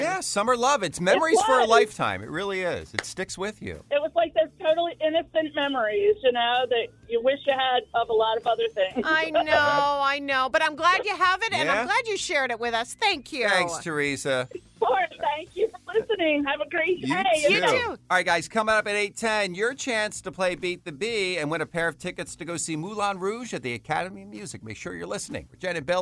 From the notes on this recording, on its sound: Listeners call in to share their memories.